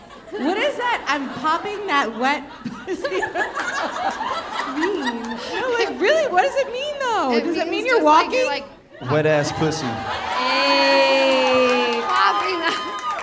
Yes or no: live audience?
yes